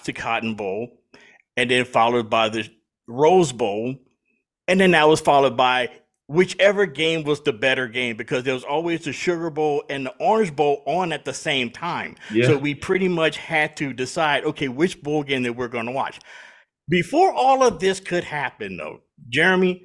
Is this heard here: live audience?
no